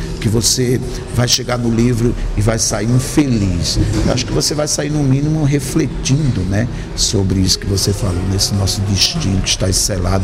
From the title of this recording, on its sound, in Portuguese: em direto do Festival Literário da Madeira